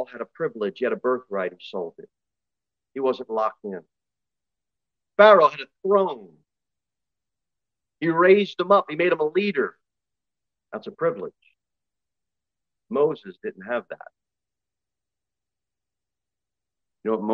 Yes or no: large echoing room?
yes